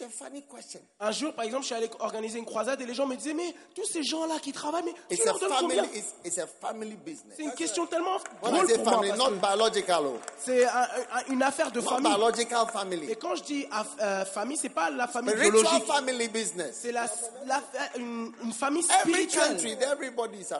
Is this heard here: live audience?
yes